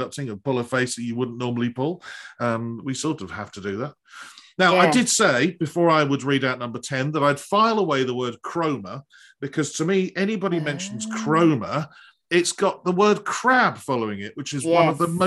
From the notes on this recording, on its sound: This interview was recorded on 20th December 2021 via Zoom.